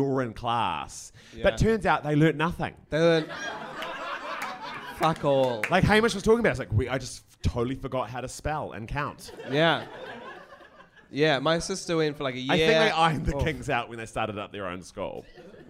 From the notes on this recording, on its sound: Taped in front of a live studio audience